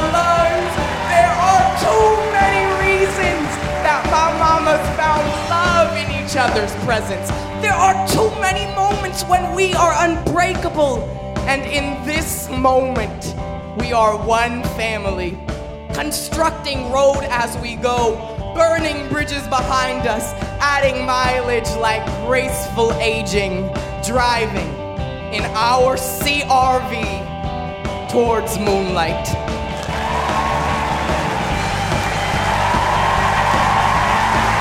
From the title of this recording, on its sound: Snap Judgment LIVE in DC!!